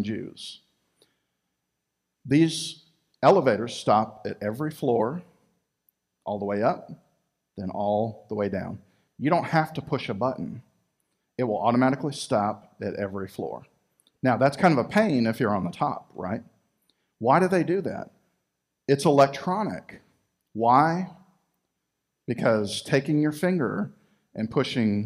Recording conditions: large echoing room